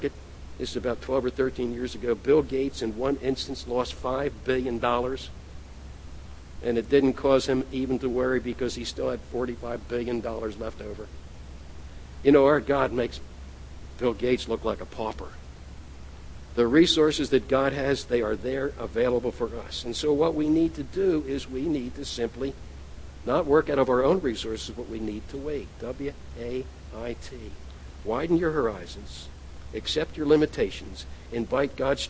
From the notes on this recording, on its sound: at The People’s Church of Somerville, NB on the morning of May 18, 2014